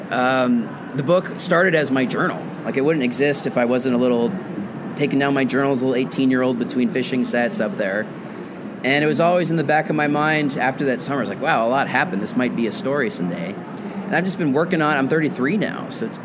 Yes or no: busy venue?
yes